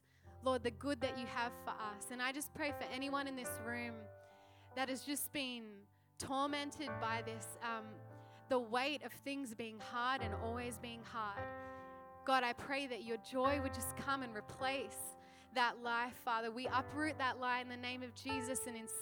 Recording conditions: live audience